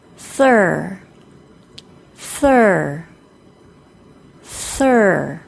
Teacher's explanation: the tongue needs to quickly move from the front of the mouth for the TH sound to lifting the back of the tongue up for the R sound. · Term: TH plus R